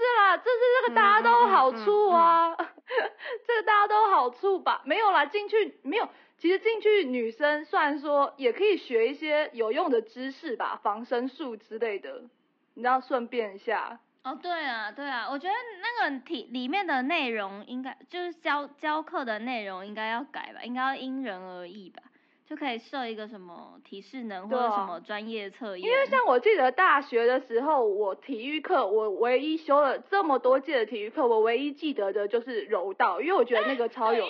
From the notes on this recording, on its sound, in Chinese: 在這裡我們先跟音質魔人道歉。